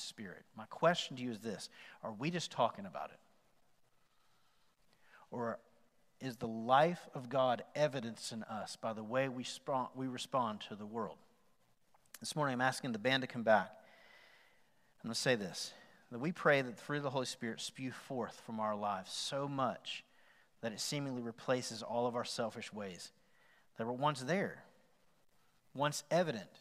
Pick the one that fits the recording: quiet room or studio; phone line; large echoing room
large echoing room